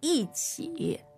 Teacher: there's a tone change there, so it becomes fourth tone and then third tone.